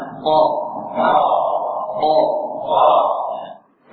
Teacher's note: Huruf qaf, qaf asal makhrajnya adalah pangkal lidah dengan langit-langit. Pangkal lidah paling belakang sebelum lidah mengarah ke bawah paling belakang.